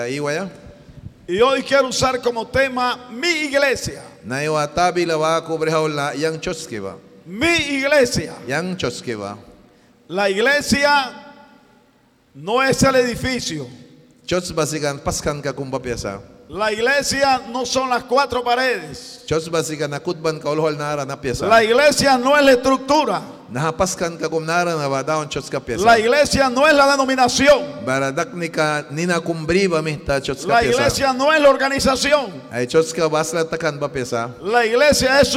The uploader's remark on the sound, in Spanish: En este episodio grabado en vivo desde la iglesia Torre Fuerte en Bilwi Puerto Cabezas.